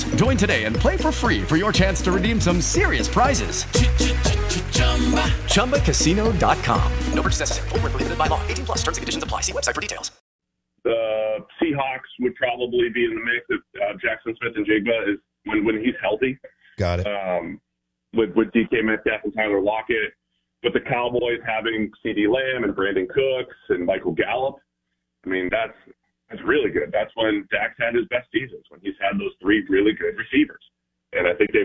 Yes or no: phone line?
yes